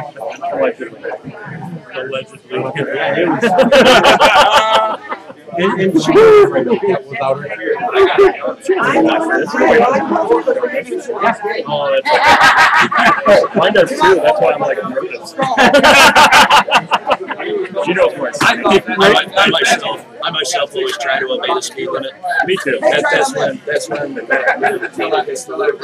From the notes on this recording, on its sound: The audio plain sucks.